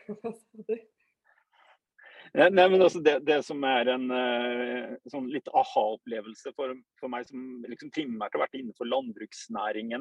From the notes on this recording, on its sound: Live Zoom. I denne live-sendingen.